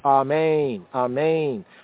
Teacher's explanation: The accent in both cases is on the second syllable